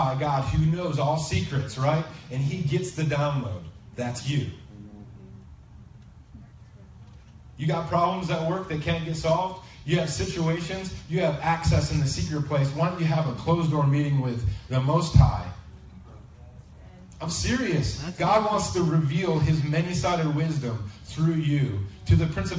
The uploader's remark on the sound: Please excuse the poor quality of this recording. We had some technical difficulties this Sunday.